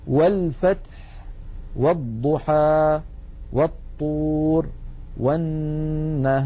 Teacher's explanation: همزة الوسط سقطت لأنها قد سبقت بحرف فصارت في درج الكلام